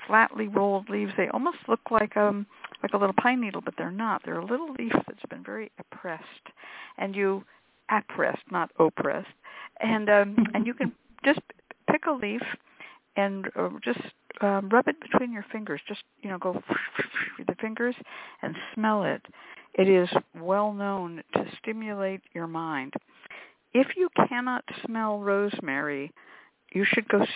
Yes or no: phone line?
yes